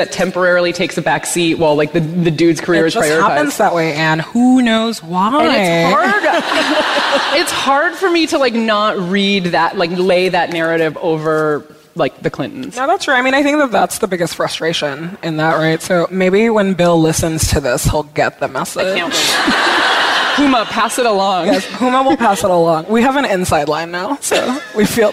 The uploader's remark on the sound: From our live show in DC.